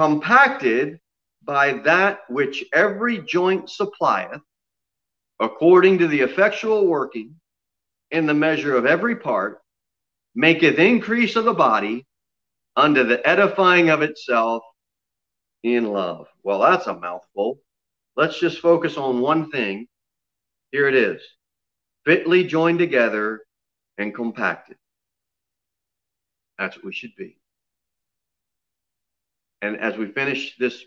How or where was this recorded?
large echoing room